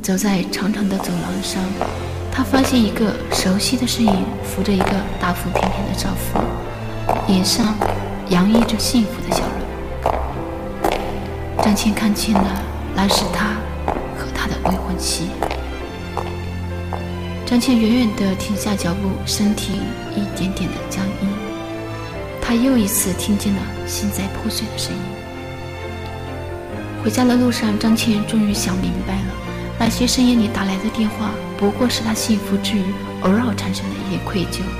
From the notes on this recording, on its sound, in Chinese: 有点杂音，后期真的是很辛苦的。